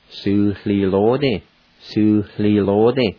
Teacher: And it's pronounced su. And there's a faint H sound right before the L